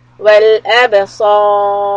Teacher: صاد would be heavy and stretch it for حركات and then the raw is also heavy